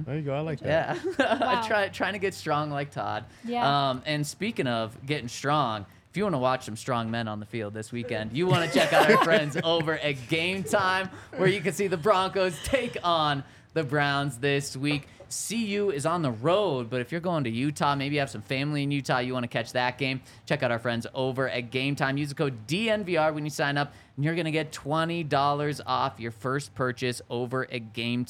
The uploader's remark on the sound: coming to you LIVE from the DNVR Bar